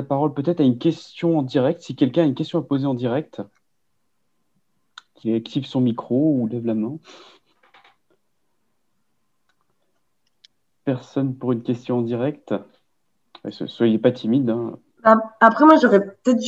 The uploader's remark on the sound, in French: 6 novembre 2020 en visio